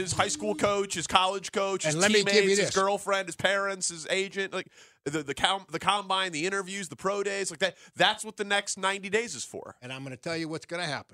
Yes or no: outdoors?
no